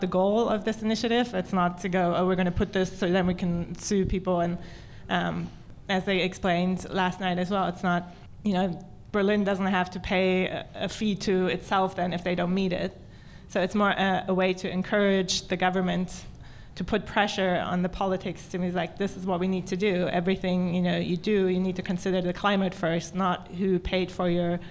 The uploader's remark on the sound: goes live from Hotel Selina in Mitte